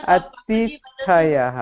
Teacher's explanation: प्रथम तु अल्पप्राण तदनन्तरं महाप्राण